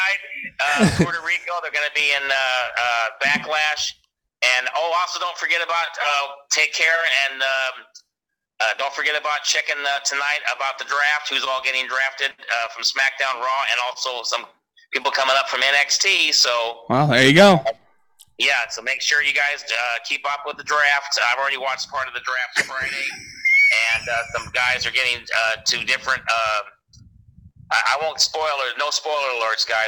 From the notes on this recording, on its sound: We take a phone call from our dad to get his thoughts!